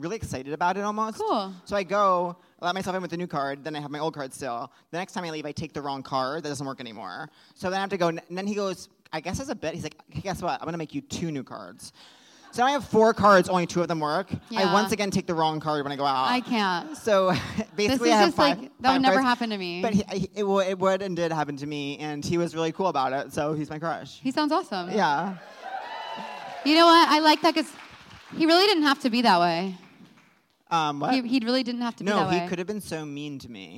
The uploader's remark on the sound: Seek Treatment Live: Dublin. Live in Dublin.